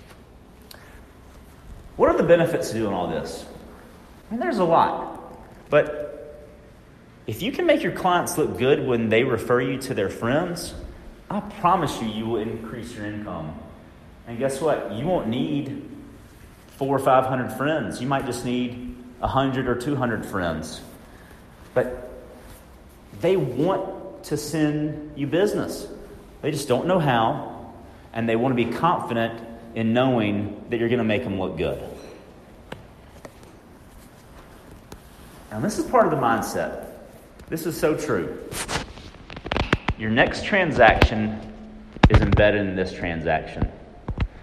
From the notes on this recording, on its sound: I attend a session at the Leading RE Conference in Vegas